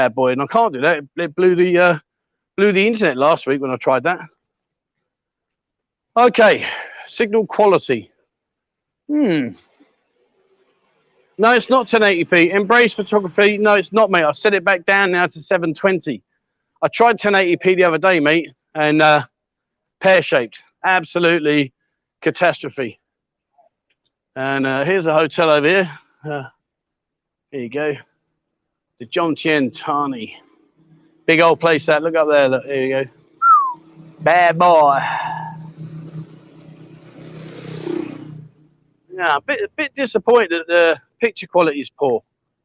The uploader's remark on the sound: "LIVE WALKABOUT" Join me on random walkabouts around Pattaya, Jomtien and much more. Welcome to a Pattaya City themed livestream here on Buzzin Pattaya.